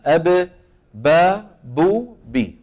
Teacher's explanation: تخرج من فين؟ من الشفتين، شايف؟ بانطباق الشفتين على بعضهما · Term: الباء